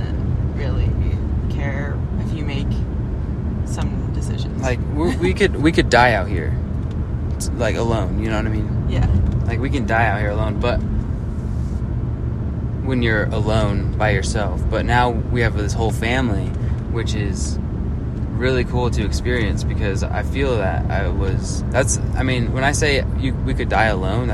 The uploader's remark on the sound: recording from the north rim grand canyon.